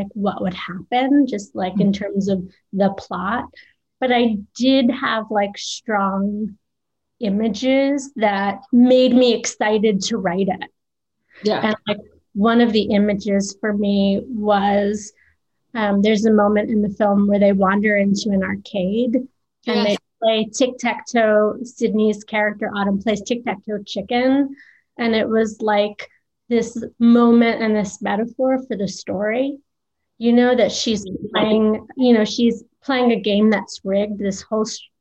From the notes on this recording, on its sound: virtual Q&A